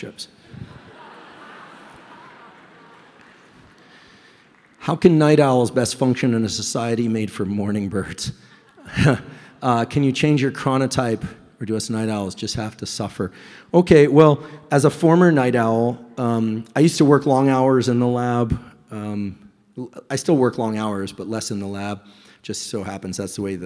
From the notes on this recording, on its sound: LIVE EVENT Q&A. Recently I had the pleasure of hosting a live event in New York, NY.